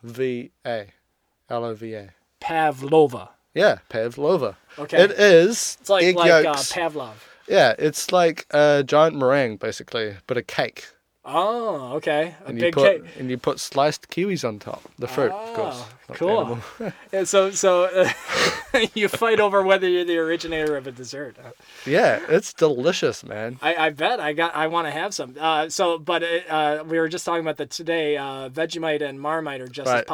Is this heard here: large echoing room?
no